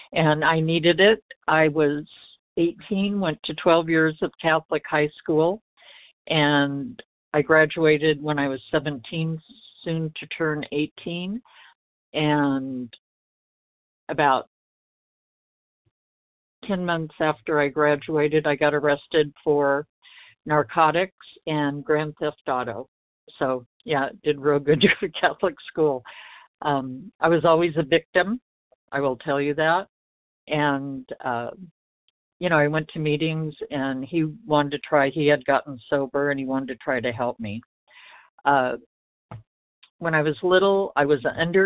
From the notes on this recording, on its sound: 100 Pounders Phone Meeting